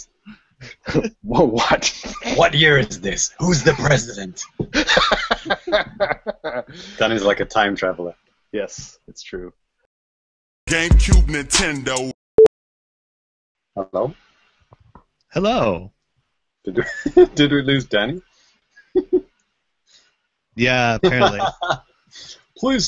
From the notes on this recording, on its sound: Recorded on Google Hangouts On Air live